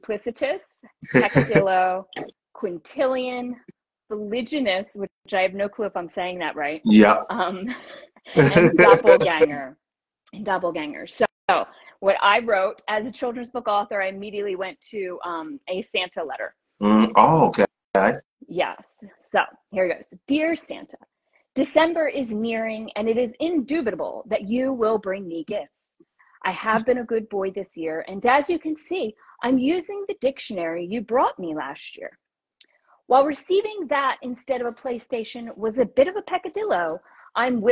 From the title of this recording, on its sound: Instagram Live Interview